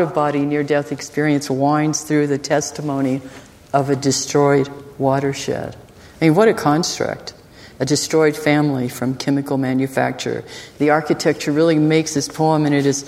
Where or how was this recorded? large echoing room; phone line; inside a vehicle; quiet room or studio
large echoing room